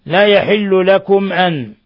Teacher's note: ميم ساكنة جاء بعدها الهمزة، إظهار شفوي